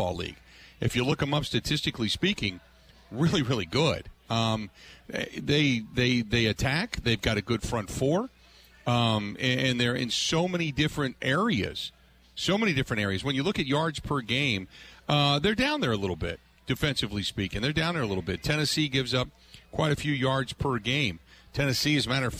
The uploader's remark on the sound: live at the Brat Stop in Kenosha